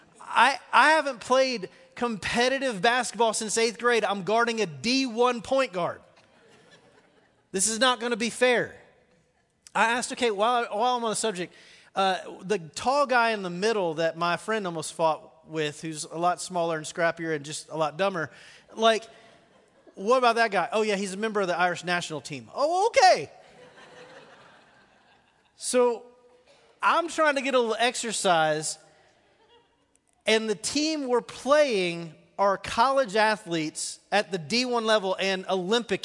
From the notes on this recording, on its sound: 3rd message of the sermon series "The Gospel of Mark" at The Fellowship. Recorded live on March 24, 2019.